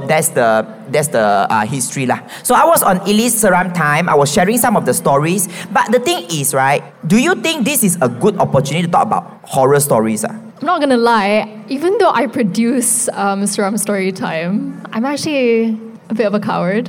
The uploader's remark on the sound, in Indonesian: Secara LIVE di Youth Empowerment Fair 2024